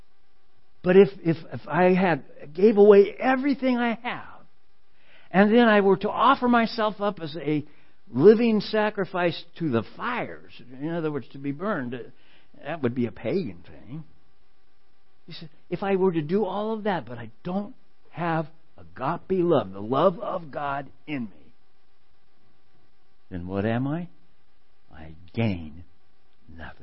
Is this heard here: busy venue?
no